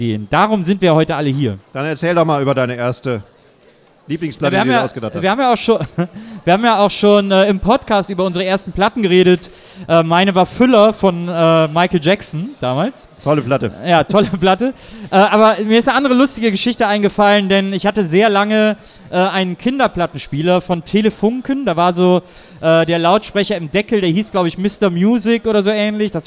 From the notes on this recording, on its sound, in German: Bonus Track, live. Der live-Mitschnitt von unserem Lounge-Event.